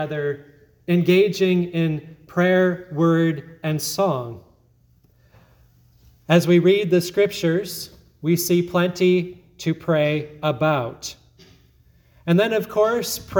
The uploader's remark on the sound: sermon at Grace Lutheran Church, Lexington, MO